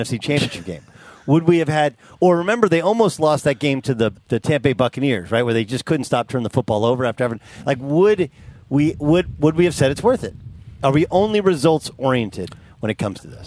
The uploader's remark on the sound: Live from Rams Training Camp in Irvine, CA!